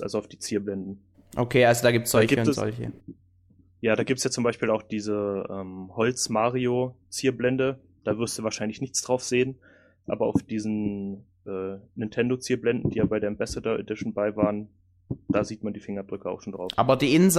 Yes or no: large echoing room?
no